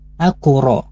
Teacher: karena qalqalahnya ada di tengah-tengah kalimat maka dia baca dengan jelas qalqalahnya tetapi kurang sempurna. Aqra, karena kita harus memasukkan huruf ra setelah huruf qaf waqaf ya, qaf yang mati. · Term: qalqala sughra